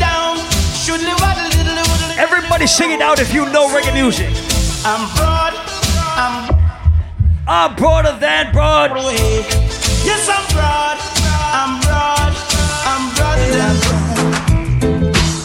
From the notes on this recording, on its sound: A recording of my set at Island Saturdays.